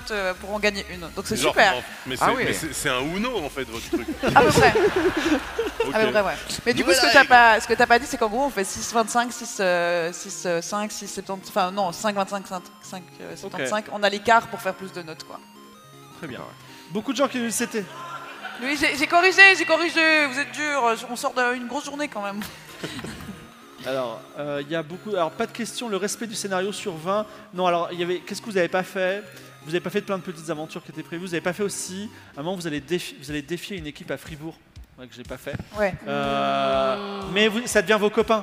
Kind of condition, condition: setting, live audience